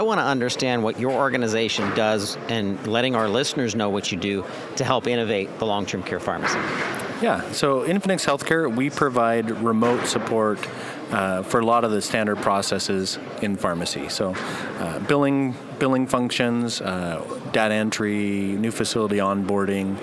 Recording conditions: busy venue